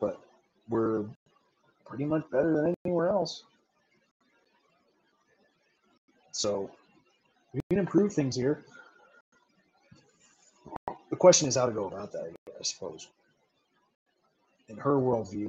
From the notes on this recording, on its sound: APOLOGIES FOR AUDIO QUALITY, TRIED DOING THE SHOW WITH MY BLUETOOTH HEADPHONES/MIC